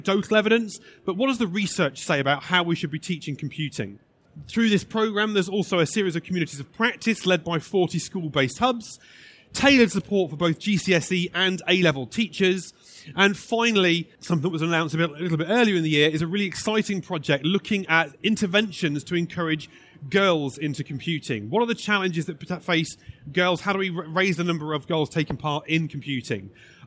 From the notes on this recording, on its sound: This session was recorded live on 14th November 2019 in the Tech Theatre of the Schools & Academies Show at the NEC in Birmingham.